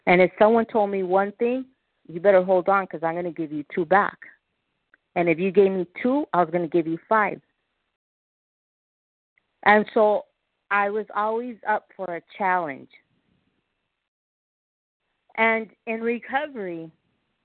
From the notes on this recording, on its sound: 100 Pounders Phone Meeting